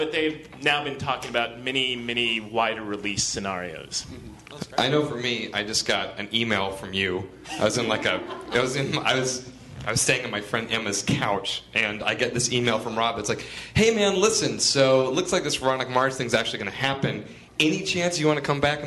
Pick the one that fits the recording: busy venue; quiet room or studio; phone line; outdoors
busy venue